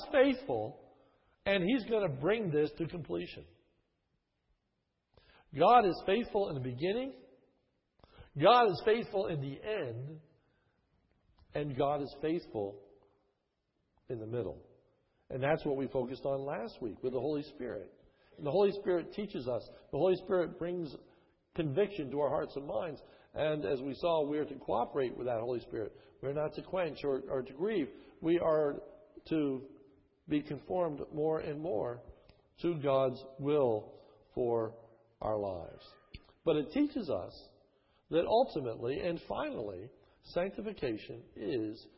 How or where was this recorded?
large echoing room